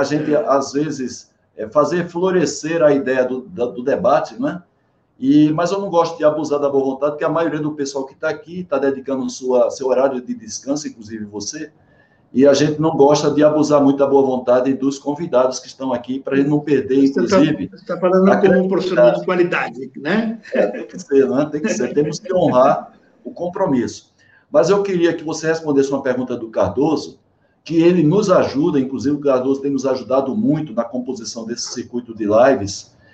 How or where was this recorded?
video call